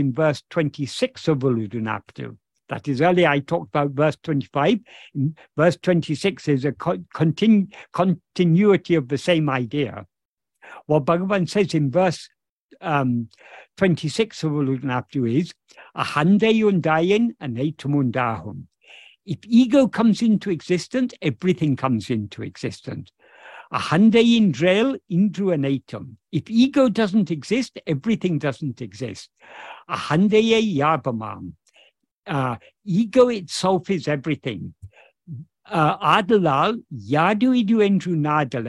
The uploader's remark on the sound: In a Zoom meeting with Ramana Kendra, Delhi, on 14th May 2023